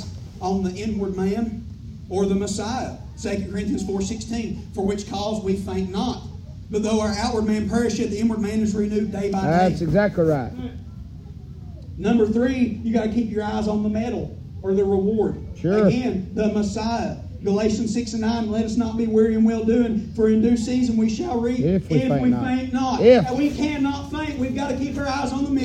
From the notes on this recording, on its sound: preaching live from Still Water Baptist Church on 7/23/23 pm